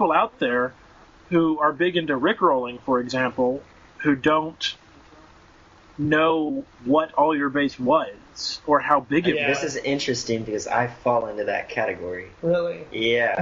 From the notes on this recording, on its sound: This week we convened over Skype. We apologize for the audio quality.